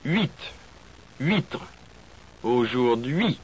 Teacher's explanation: a U before another vowel is a much more rounded sound